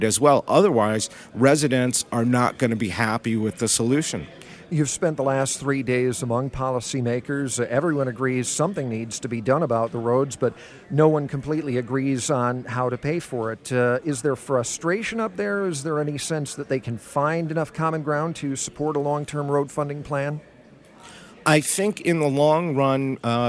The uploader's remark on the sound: Live from Mackinac